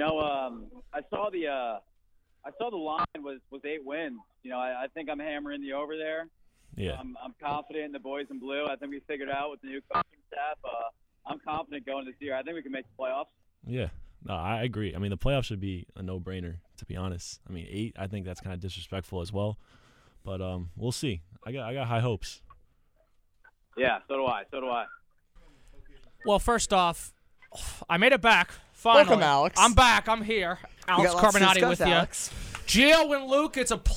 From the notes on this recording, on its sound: The listeners of WRSU Crew called. Surprise calls come in both locally and across New Jersey!